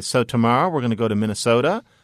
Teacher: why does the person use question intonation when they're making statements? · Term: uptalk